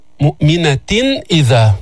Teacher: إذا همزة بعد التنوين يعني إظهار يعني ما في غنة زائدة